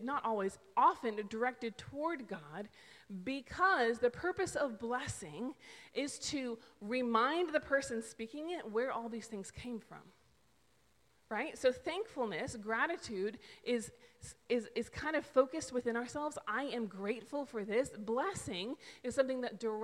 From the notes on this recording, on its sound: This is the sermon audio taken from December 5th's worship service.